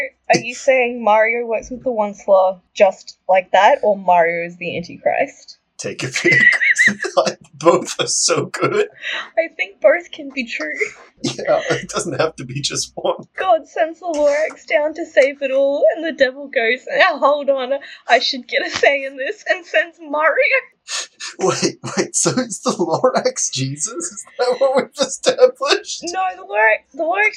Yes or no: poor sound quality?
yes